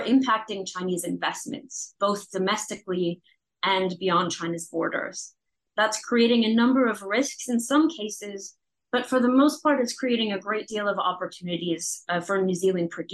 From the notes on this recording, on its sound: This podcast is a recording of the report launch webinar on 4 December